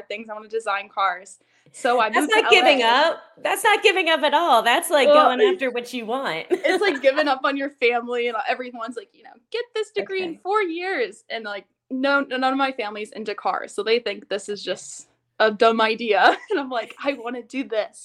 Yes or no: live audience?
no